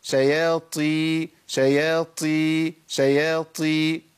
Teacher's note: تخيل إن أنت أبدلت حرف بحرف، جبت تاء مهموسة بس مفخمة شوية، شابهت الطاء في الإيه؟ في الصوت، لكن مش طاء. طالما طلع معاك نفس وحسيت بنفس، ده بقى بيبقى كتير قوي قوي في كسر الطاء.